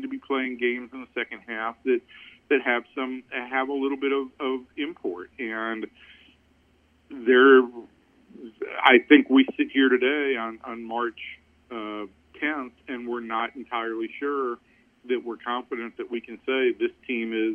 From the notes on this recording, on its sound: calls in from Texas' spring training in Surprise, Ariz.